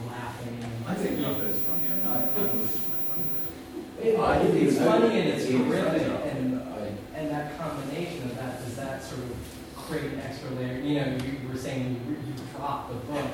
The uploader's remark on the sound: A Worlds Literature Festival event